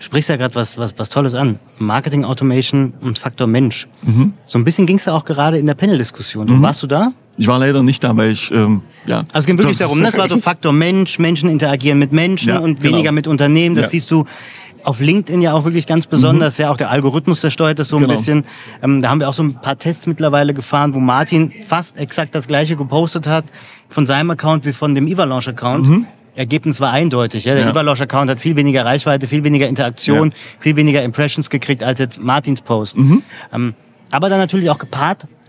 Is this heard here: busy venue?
yes